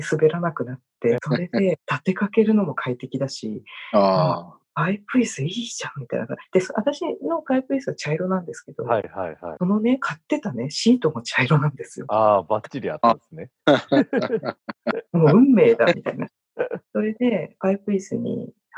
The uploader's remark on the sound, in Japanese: 収録環境のため音飛びすることがあります。すみません。